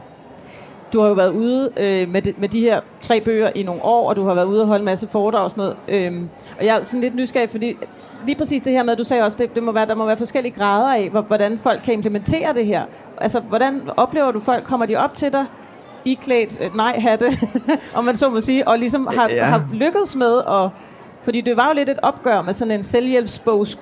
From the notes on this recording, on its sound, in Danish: Live fra Bogforum 2018. Dette afsnit er optaget live fra Bogklubbens scenen på Bogforum 2018.